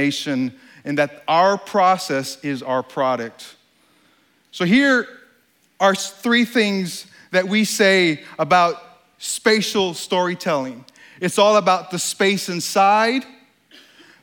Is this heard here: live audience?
yes